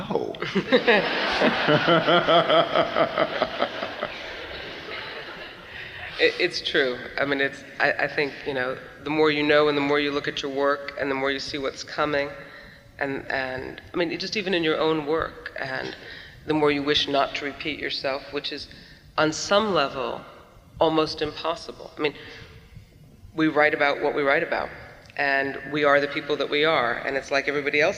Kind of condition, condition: setting, live audience